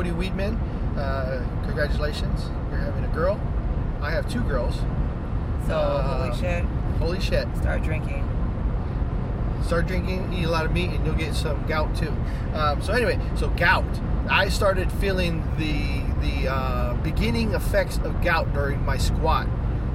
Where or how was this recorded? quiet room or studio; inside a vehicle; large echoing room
inside a vehicle